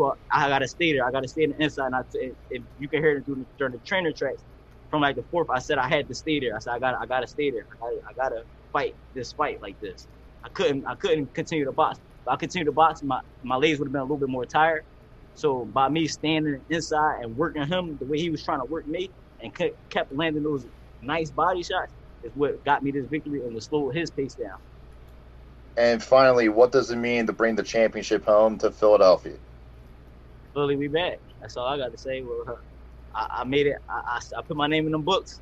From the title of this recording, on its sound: Media Conference